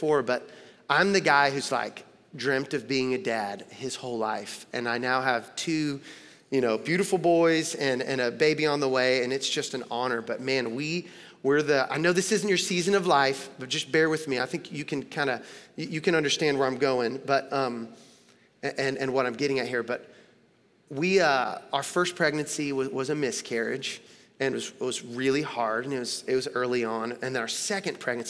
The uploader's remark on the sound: Recorded live at Long Hollow Church on July 26, 2022.